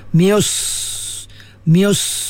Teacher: Sa'at dia tebalkan, mius. Sa'at ni dia sifat isti'ala, kemudian sifat itbaq, dan mendempek lidah tu di langit-langit, ya? Tertahan dia punya angin dia tu di langit-langit tu, dan dia lepaskan, ya?